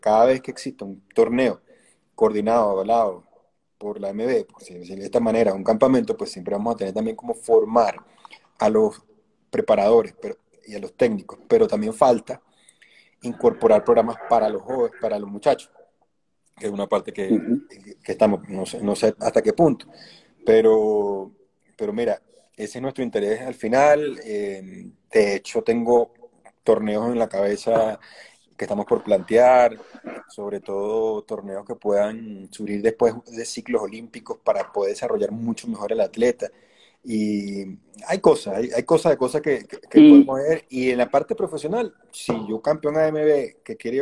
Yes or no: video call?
yes